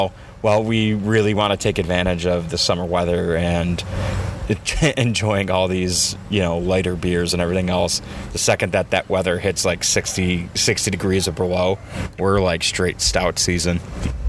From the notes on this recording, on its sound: Our recording from Community Beer Works new space!